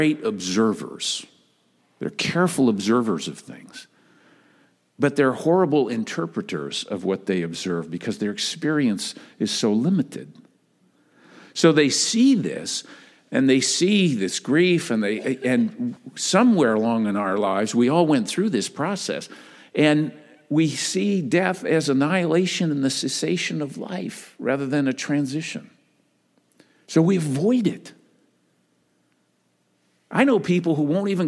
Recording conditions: large echoing room